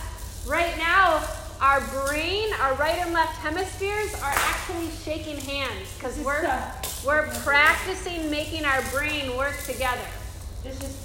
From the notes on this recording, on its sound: This is a live recording from a 30-minute Super Stretch Mini-Mindfulness & Movement Session for teenagers in ASD/DCD room